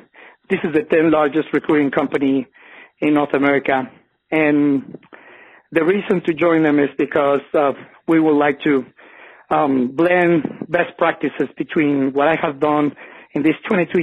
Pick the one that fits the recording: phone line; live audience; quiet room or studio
phone line